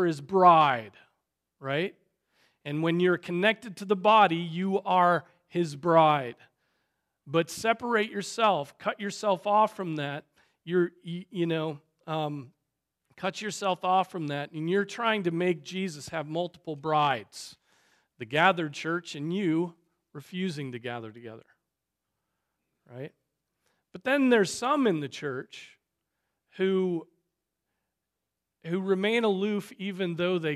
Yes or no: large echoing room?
yes